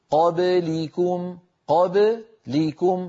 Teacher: فعندما نستعجل نقول قابليكم نكون قد استعجلنا حركة اللام فجعلناها أيضا على الباء المقلقلة قبلها، والصواب أن نقول قابليكم قابليكم، فيبدأ الخفض للفك عند اللام لا عند الباء